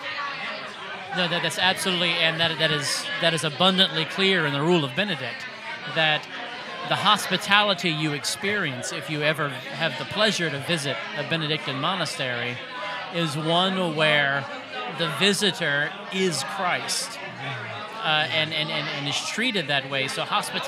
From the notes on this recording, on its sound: On-location at LOLA in Covington for the Vintner's Dinner, part of the A Taste of Covington event this weekend.